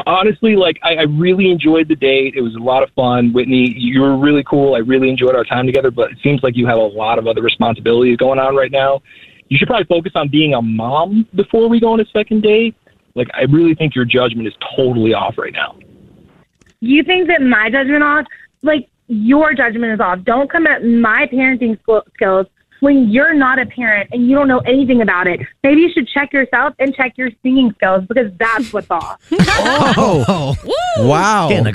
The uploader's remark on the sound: We get that other person on the phone